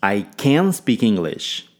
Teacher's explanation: Ênfase em can, pois quero deixar claro que eu sei fazer algo, eu sei falar inglês.